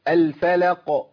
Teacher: اللام مرققه فاء مرققه. لام مرققه القاف مفخمه.